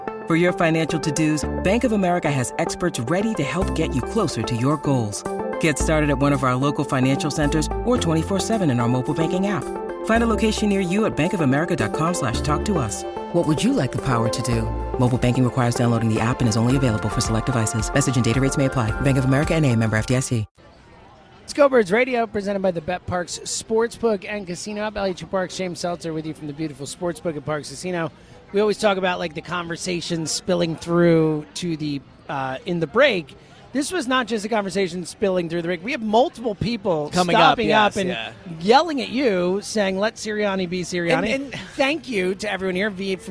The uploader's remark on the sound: live at Parx Casino